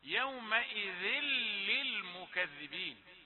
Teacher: تنوين وبعده لام، في اللام والراء معروف أن هذا إضغام بغير غنة